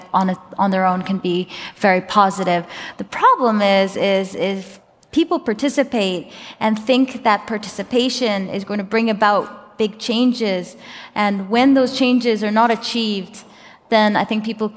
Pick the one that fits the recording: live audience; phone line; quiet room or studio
live audience